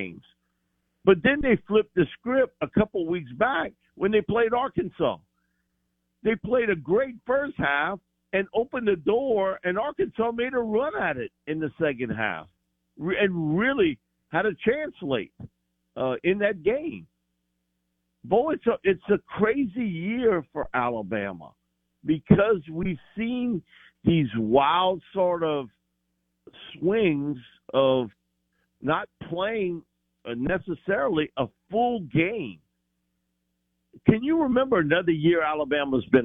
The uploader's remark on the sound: Joins the show on the Farm Bureau guest line talking about college football live in the BankPlus Studio.